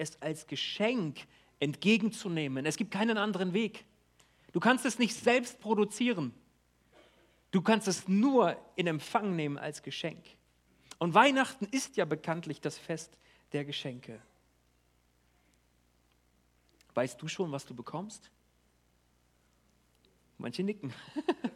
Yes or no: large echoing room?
yes